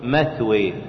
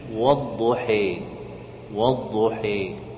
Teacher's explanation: فتقرب الفتحة إلى الكسرة، وتقرب الألف إلى الياء، فتقرب الفتحة إلى الكسرة، وتقرب الألف إلى الياء. · Term: إمالة محضة